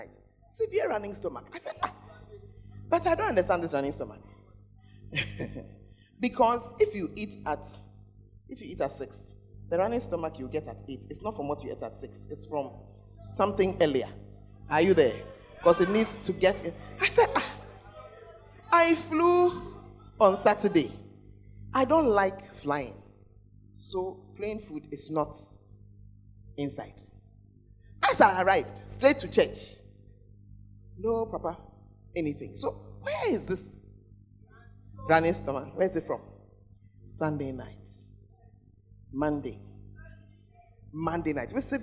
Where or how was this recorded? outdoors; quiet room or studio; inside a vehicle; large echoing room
large echoing room